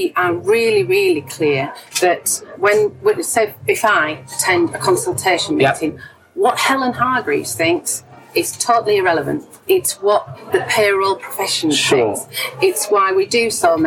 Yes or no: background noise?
yes